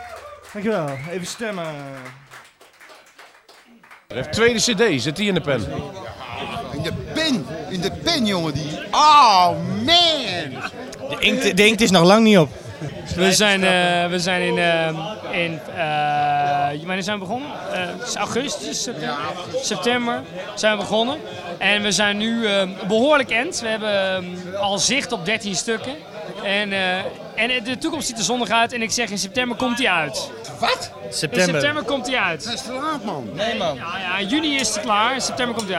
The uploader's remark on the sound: live in Bluesmoose café